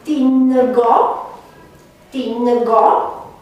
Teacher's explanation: Atunci când este urmat de o nazală velară. Urmat de o nazală velară. Se închide la I. Așa este un tingo.